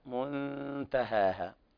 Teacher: إخفاء حقيقي لوقوع التاء بعد النون الساكنة